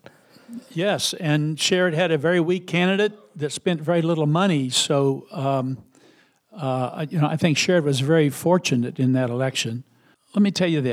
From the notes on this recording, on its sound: a special live event at the Gateway Film Center